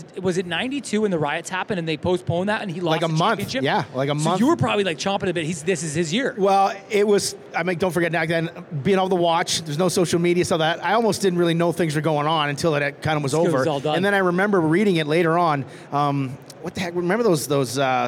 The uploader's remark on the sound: We were live at the Toronto Bike Show over the weekend